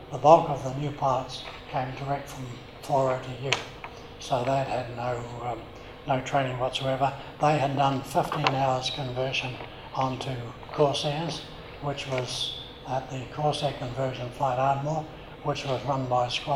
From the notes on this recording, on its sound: live at the Wings Over New Zealand Forum Meet